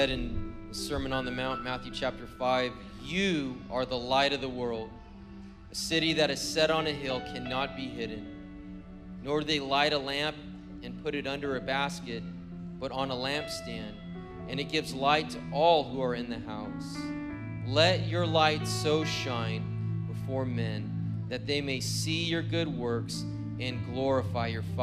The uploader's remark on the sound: was preached on December 24th at the 4PM service